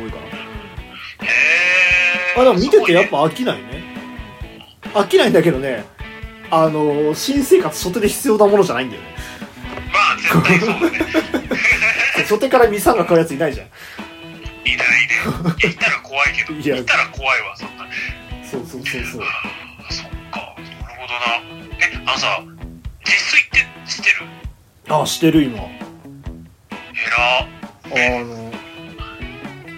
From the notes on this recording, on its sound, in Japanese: 録音機材：iPhone7。